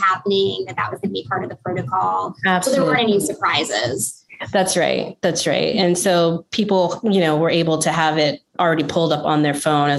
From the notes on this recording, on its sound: In this webinar recording